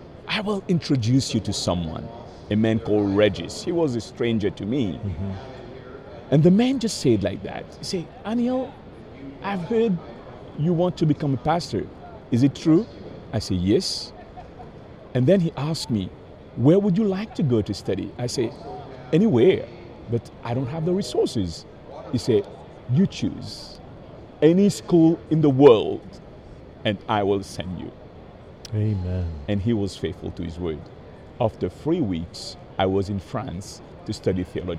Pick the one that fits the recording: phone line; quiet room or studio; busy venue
busy venue